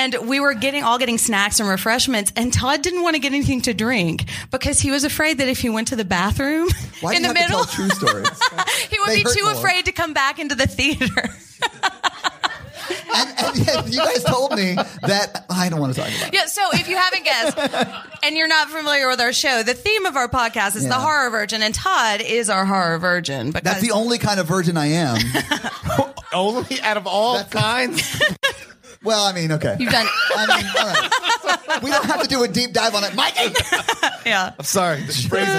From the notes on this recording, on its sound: Live from Kansas City. Our very first live show.